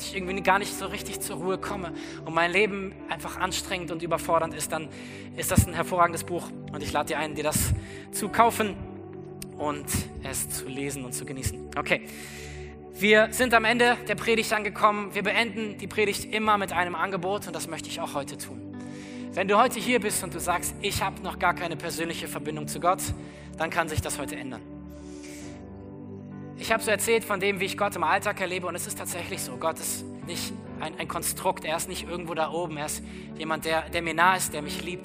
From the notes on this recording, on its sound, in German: aus unserem Gottesdienst am 14.